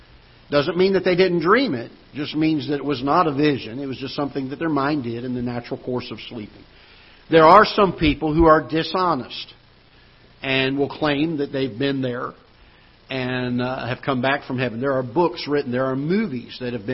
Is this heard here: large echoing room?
yes